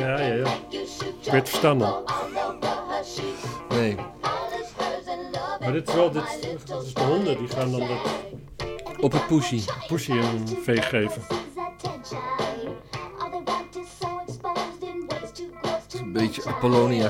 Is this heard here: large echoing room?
no